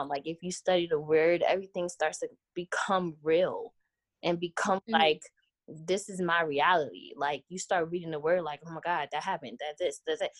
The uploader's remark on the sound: Quarantine Edition. Please forgive us for the sound it was our first time using zoom to record!!!